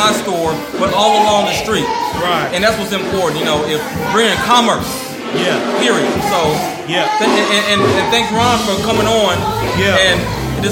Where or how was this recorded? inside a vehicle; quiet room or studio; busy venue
busy venue